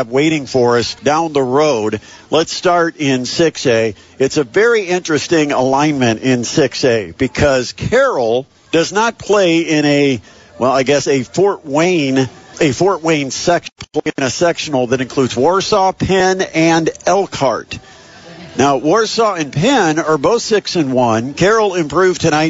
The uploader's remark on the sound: LIVE from the Kendallville Pizza Hut